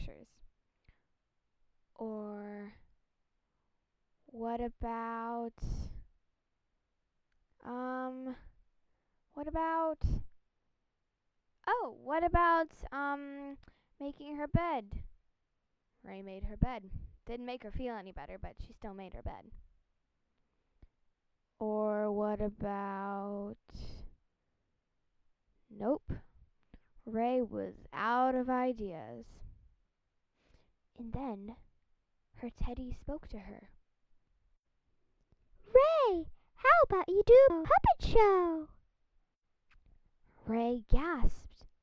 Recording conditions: sounds in the background